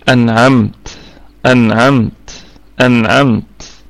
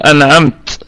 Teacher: حالة الوقف نراعي الوقوف على حرف التاء بأنه مهموس، يعني نأتي بصفة الهمس فيها · Shown in: first take